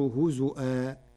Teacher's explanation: قرأ ورش كلمة هزوا بهمز الواو فتصير هزؤا جريا على لغات العرب.